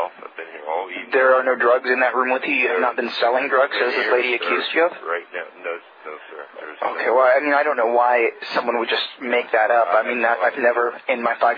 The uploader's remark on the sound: Prank Phone Calls